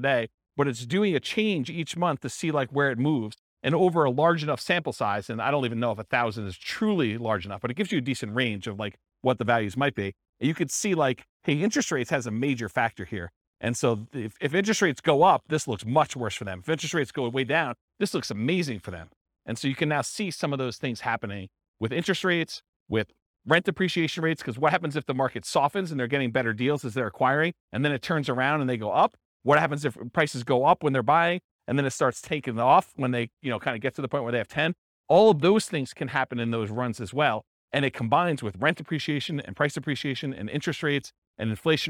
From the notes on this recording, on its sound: This was a live class recorded